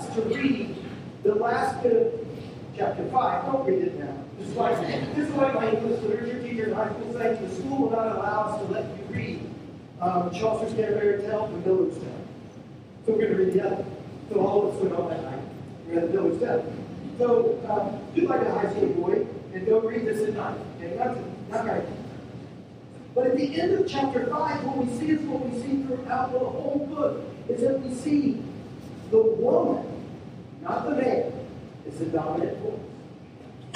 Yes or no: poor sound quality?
yes